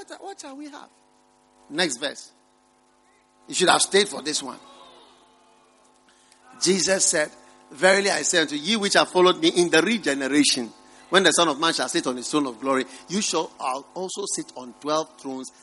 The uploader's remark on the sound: Preached at the First Love Center.